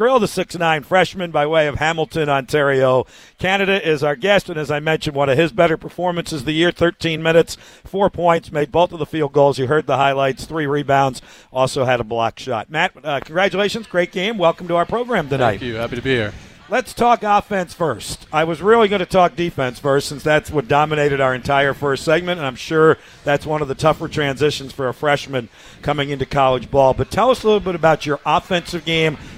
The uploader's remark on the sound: joins the show from Glory Days Grill